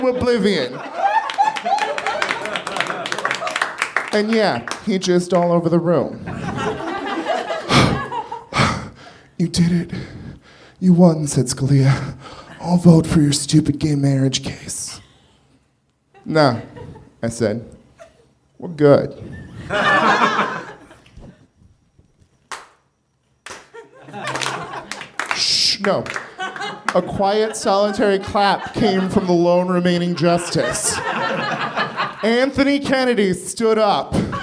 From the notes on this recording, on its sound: Recorded March 18, 2014 at the Nerdmelt Theater in Los Angeles.